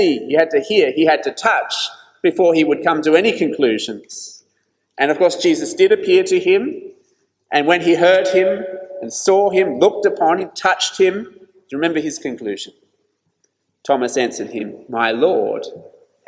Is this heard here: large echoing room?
yes